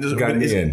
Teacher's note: It's the emphasis on the second syllable.